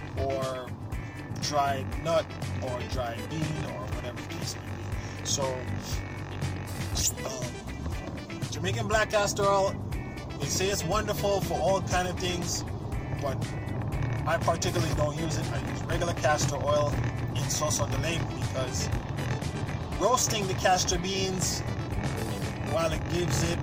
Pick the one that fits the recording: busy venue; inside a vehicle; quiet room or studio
inside a vehicle